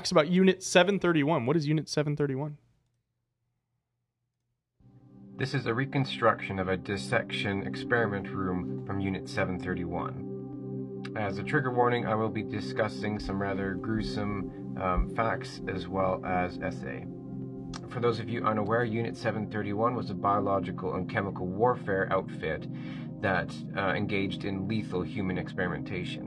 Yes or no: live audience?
no